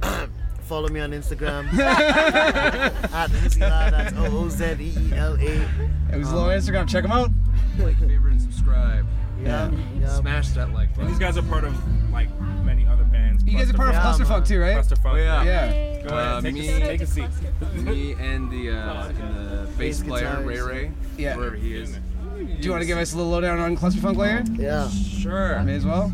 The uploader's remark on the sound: The Dream Zine and GRadio.ca booth at North Country Fair. There were a lot of people around the mics, and a lot of music in the background.